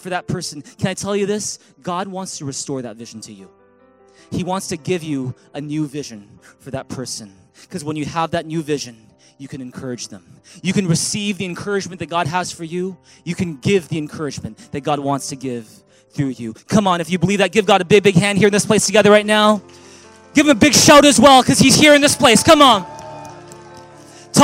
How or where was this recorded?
large echoing room